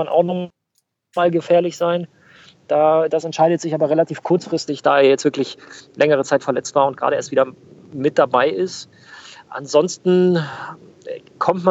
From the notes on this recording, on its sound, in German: Nebenbei hatten wir eine Premiere beim MillernTon. Fuhr während unseres Gespräches im Auto.